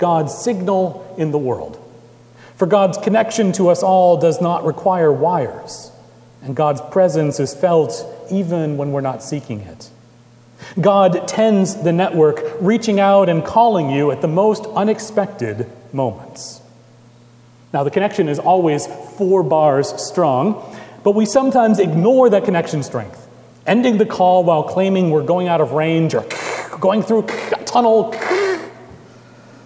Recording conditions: large echoing room